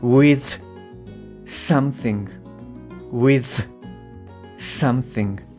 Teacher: ですね半笑いをしながら「す」っていうふうにあの歯の上の歯にですねこうぶつけるような鋭い音ですよなんていうふうにご説明したかなと思います。でこの「す」っていう音と「す」っていう音でこれが重なる時っていうのは th の音がこう s に負けてしまってるというふうに私はあの、えー、聞き取ってます